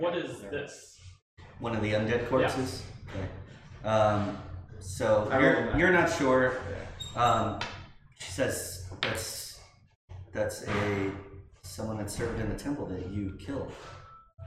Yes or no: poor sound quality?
yes